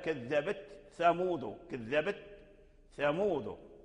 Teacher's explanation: يعني ورش وقالون أظهر تاء التأنيث عند الثاء مع قرب مخرجهما